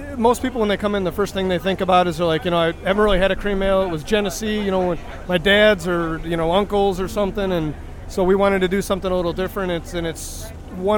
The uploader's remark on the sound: In this special edition episode, I report live from the Brewfest Waterfront District Brews Cruise.